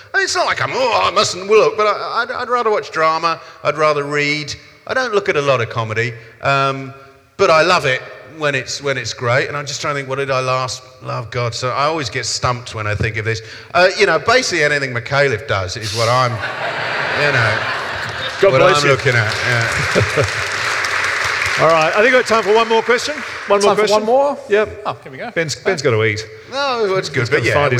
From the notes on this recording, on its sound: In this live recording of our event